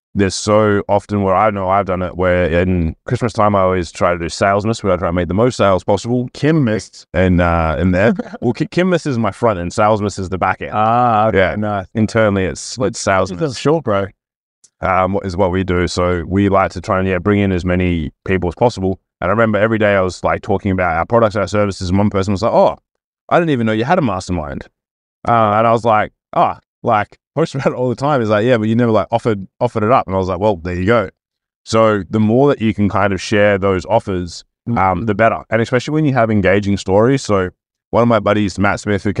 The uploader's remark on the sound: Coaching in the Car